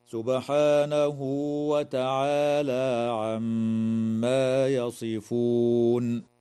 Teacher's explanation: تقلقل الباء في كلمة سبحانه وتغن الميم في كلمة عما